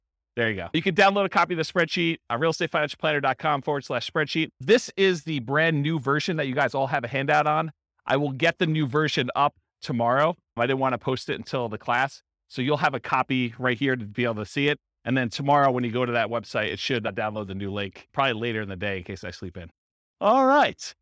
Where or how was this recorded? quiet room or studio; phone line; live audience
live audience